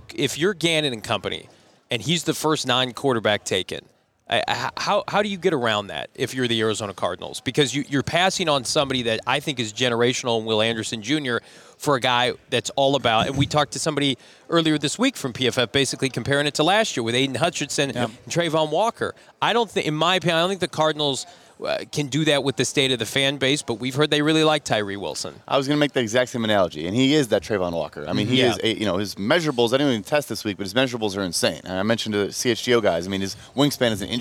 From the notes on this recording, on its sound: LIVE from the NFL Scouting Combine